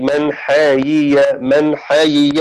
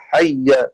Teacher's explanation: بإدغام الأولى في الثانية فيصير النطق بياء واحدة مفتوحة مشددة · Shown in: second take